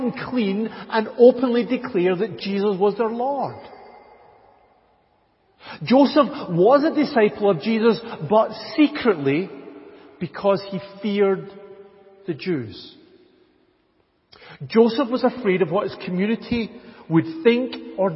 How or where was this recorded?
large echoing room